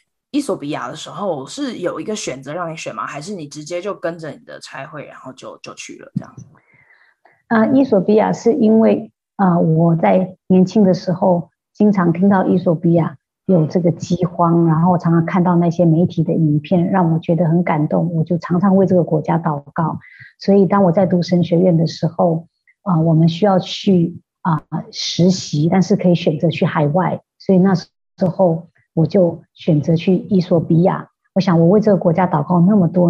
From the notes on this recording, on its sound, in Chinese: 對不起，這集的收音有點差，請大家見諒～